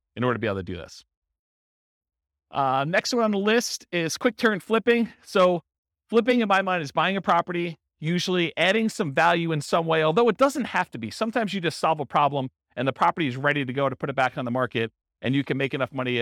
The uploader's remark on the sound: This was a live class recorded